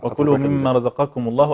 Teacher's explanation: يعني الراء مفخمه والقاف مفخمه وبينهما الزاي مرققه